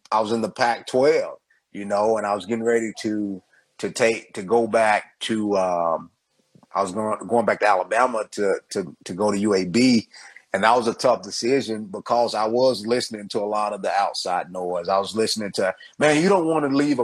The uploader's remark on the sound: Recorded on Instagram Live